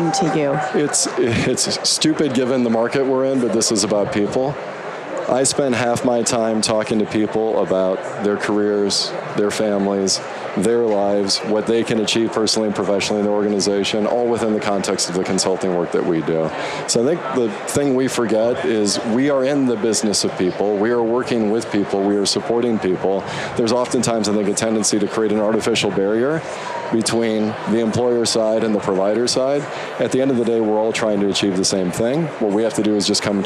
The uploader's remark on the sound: LIVE from Las Vegas, at #HRTechConf